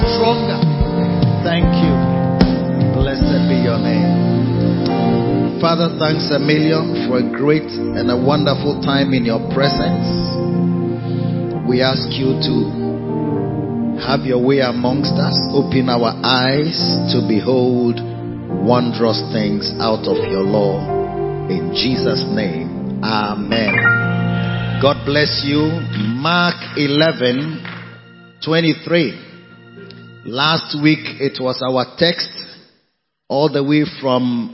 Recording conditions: large echoing room